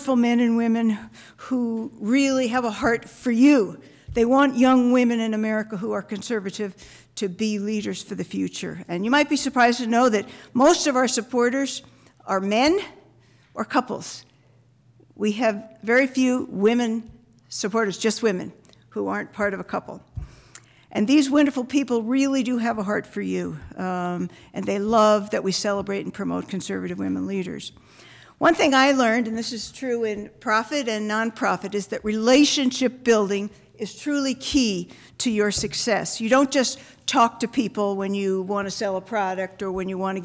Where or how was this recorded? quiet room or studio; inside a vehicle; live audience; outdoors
live audience